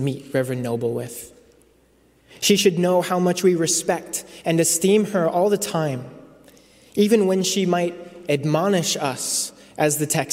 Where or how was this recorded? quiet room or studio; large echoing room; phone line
large echoing room